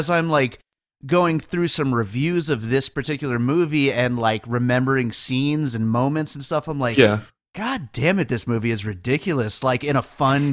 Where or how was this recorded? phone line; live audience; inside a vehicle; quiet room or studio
quiet room or studio